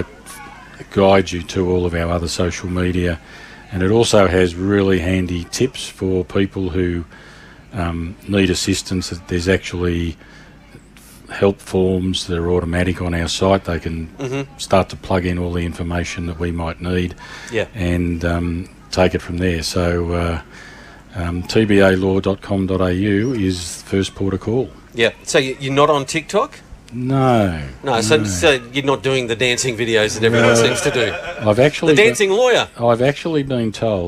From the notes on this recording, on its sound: special outside broadcast live from the 2024 Nagambie On Water Festival with thanks to Go Nagambie from Lake Nagambie